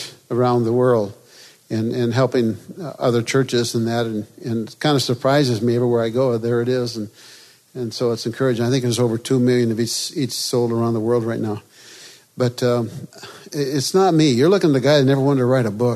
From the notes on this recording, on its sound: This episode is from Freedom in Christ Ministries, recorded at the National Disciple Making Forum.